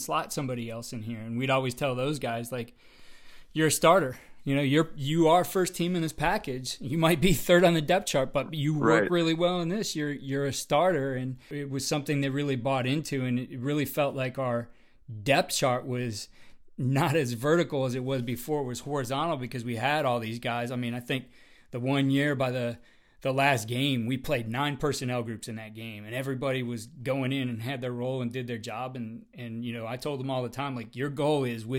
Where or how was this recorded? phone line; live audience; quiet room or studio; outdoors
quiet room or studio